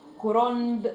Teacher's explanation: اقلاب يعني النون بنحولها الى ميم، ده في حاله واحده بس، ان النون يجي وراها ب.